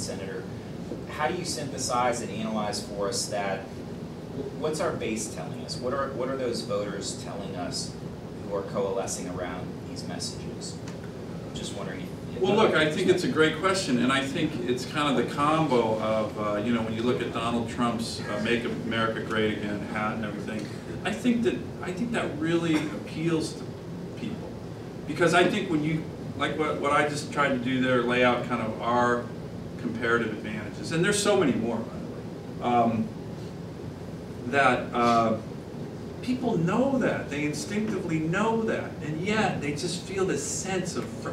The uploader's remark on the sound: WASHINGTON, DC. In remarks to a breakfast meeting of The Ripon Society.